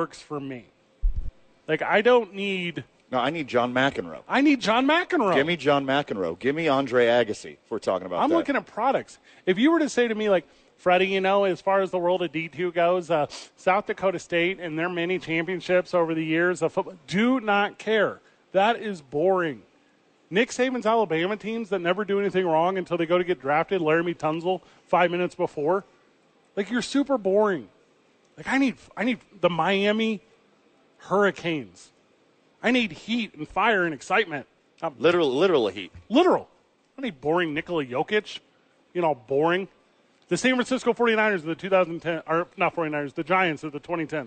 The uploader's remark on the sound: live from Red Door Brewery downtown